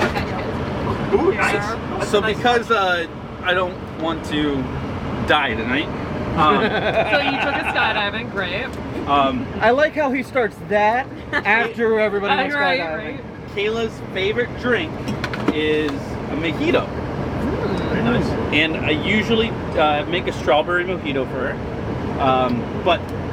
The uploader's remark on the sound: recording while skydiving!